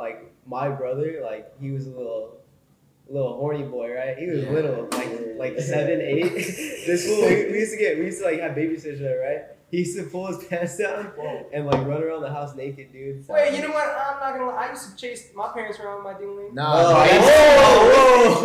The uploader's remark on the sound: This is our very first podcast that we tried to make, this was a pure trial run however the equipment to make the audio 100000x is on its way.